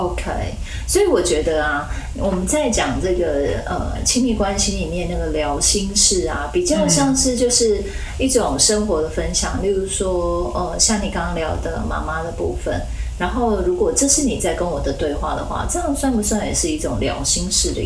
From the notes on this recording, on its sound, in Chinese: 本集錄音出現差錯，導致音質下降還請見諒